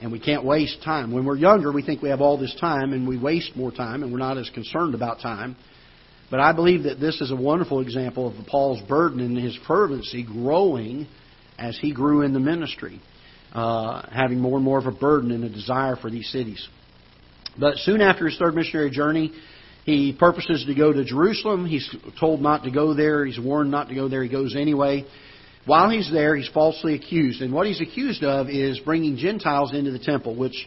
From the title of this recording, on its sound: Ketha Heights Baptist Church ~ Live Broadcast